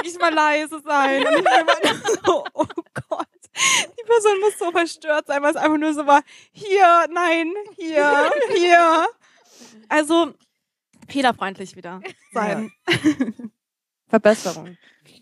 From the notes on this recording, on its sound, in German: Ich hab noch nie goes Live! Alle, die nicht bei unserer Live Aufnahme dabei sein konnten, können das nun nachholen. Vor unserem Publikum. Es wird viel gelacht.